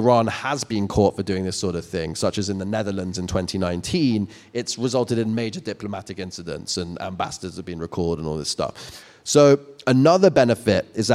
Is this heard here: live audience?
yes